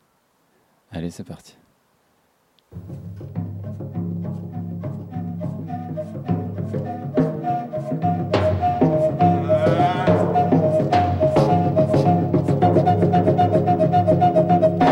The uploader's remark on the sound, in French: Nous étions en direct du jardin du Zef - Gare Franche, dans le 15e arrondissement de Marseille, dans le cadre de la semaine Nature & Biens Communs.